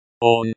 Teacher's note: On, like, own, but with a shorter O.